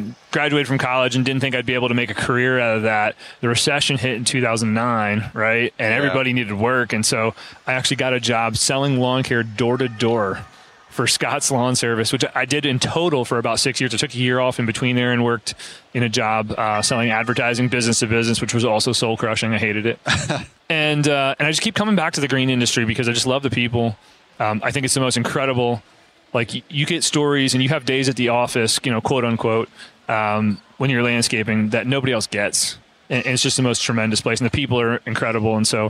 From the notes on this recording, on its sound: The final episode at Synkd LIVE 2023